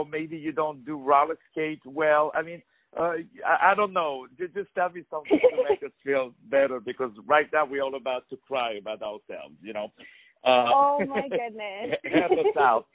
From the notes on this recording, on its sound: On the phone